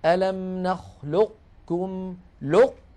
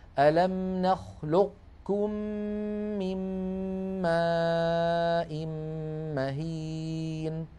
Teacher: فمكي بن أبي طالب رواها هكذا ألم نخلقكم لق يعني نطبق على قاف ألم نخلقكم، ثم ننتقل إلى الكاف · Term: إبقاء صفة الاستعلاء